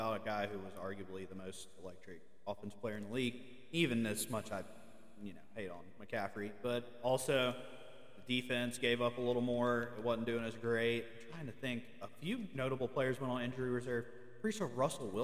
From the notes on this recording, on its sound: Sorry For The Echo!